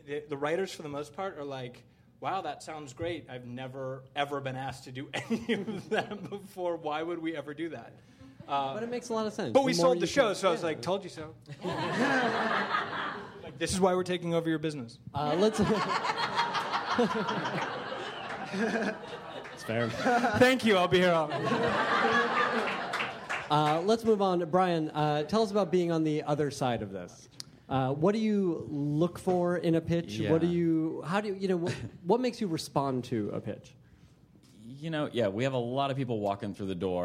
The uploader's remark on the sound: Pitch-Pilot-Pick Up panel from ATX Television Festival. Recorded at the Stephen F.